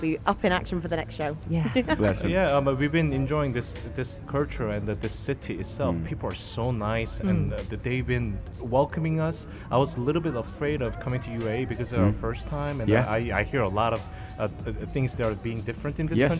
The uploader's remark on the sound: Out and about at "Al Majaz Waterfront" broadcasting Yalla Home Live and having guests throughout their show.